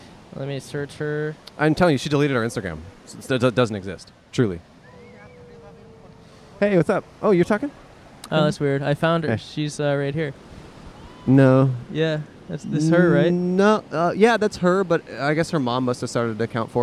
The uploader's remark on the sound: Recorded at the beach in Manhattan Beach, CA.